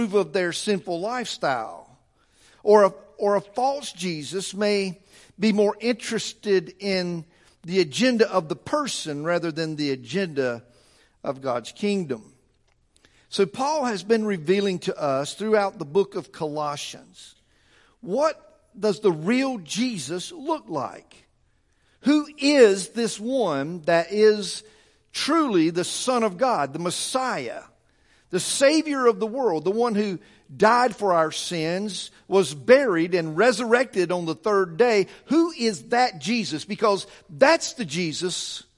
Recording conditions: large echoing room